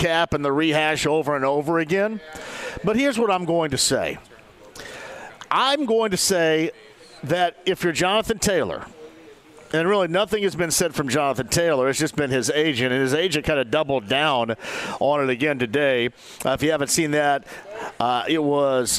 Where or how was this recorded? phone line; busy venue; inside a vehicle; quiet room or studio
busy venue